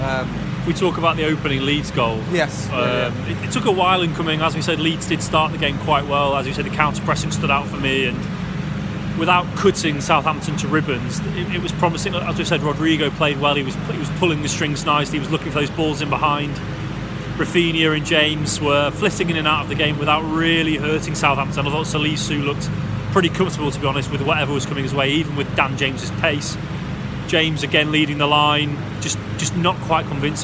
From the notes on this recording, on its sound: live from Elland Road